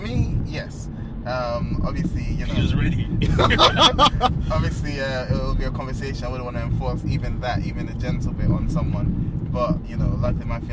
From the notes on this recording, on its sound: In a car!! We're recording in a car on our way to a collaborative venture.